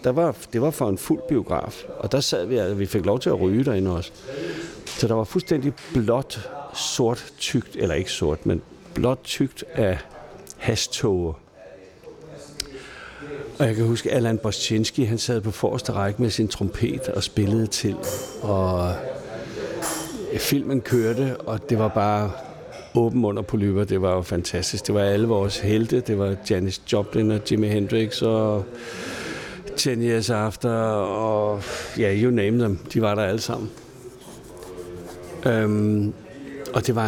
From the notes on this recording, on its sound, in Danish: Optaget på Fingerbøllet, Christianshavn.